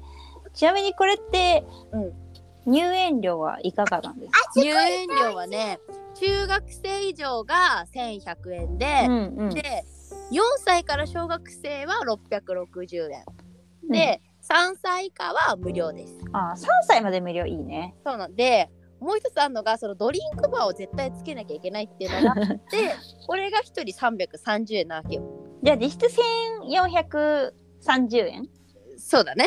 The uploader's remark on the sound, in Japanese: このラジオはリモートで収録しています。電波が悪くて会話がズレてしまう場合があります。聞きづらいかと思いますがご了承ください。